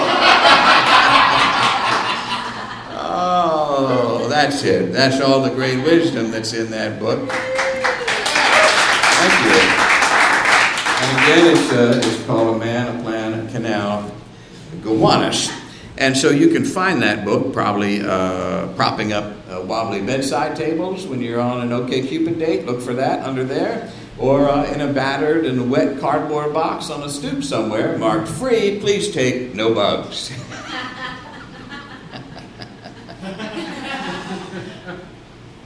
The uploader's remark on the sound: Live from SOLOCOM